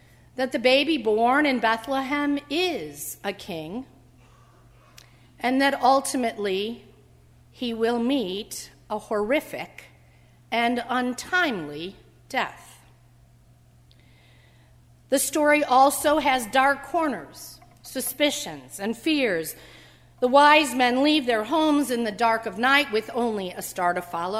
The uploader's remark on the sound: during the Heritage service on Sunday, January 3, 2016, at First Presbyterian Church of Arlington Heights, Illinois